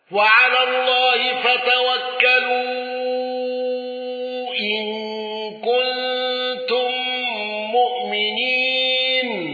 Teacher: الأزرق بالإبدال والإشباع، واندرج معه وجه لحمزة